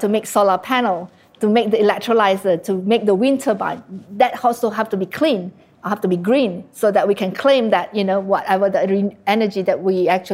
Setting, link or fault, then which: setting, live audience